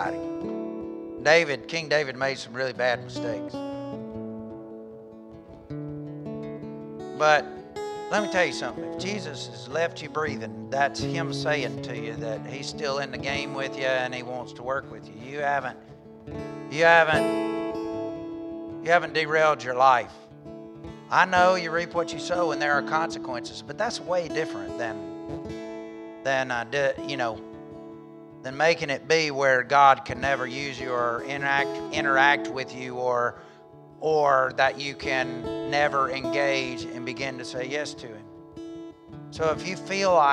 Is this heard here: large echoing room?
yes